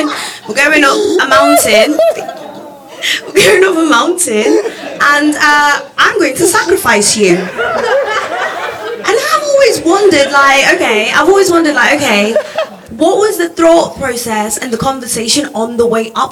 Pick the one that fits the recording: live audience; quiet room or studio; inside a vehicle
live audience